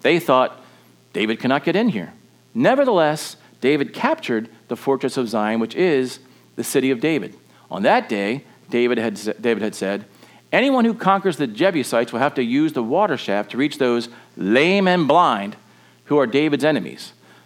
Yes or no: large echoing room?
yes